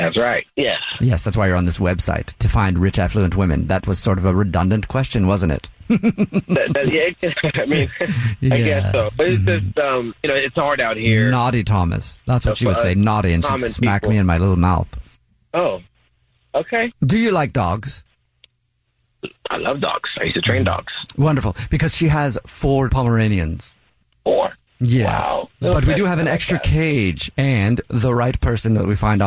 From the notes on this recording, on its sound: Phone Prank